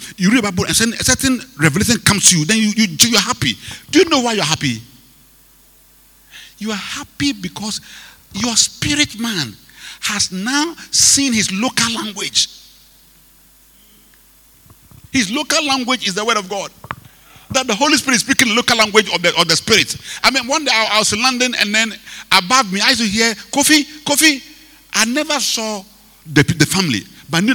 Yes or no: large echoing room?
yes